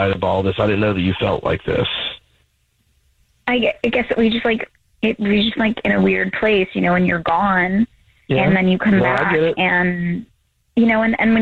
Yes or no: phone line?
yes